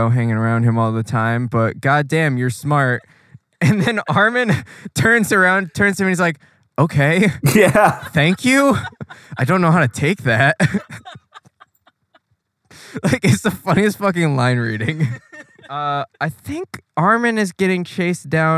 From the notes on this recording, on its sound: 2012 Chevrolet Volt. Please don’t ever record a podcast in your car.